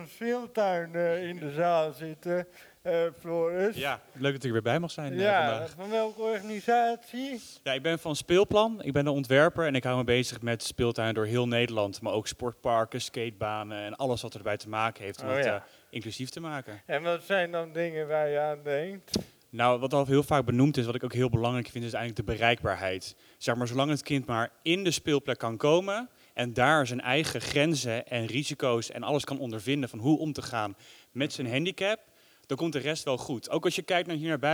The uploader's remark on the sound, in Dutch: Deze bijzondere aflevering werd live opgenomen vanuit De Grote SamenSpeeldag 2023!